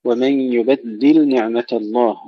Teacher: يبدل مظهر اللام عند النون